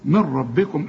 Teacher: إنما النون دي اللي بعدها راء نعمل فيها إيه؟ إدغمها خالص كأنها غير موجودة، من ربكم اشبك للميم مع الراء على طول، من ربكم